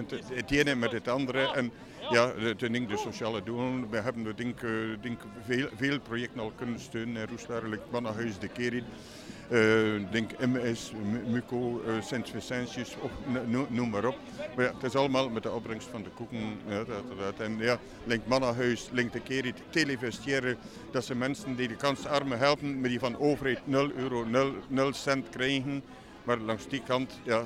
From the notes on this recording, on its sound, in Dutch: Voor deze aflevering trokken we met een deel van het panel live naar de kerstmarkt van Roeselare.